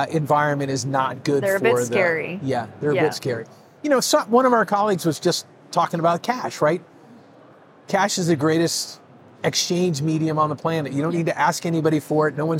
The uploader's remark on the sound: Live from Consensus 2023